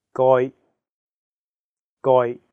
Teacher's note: the second character is in a high flat tone, first tone.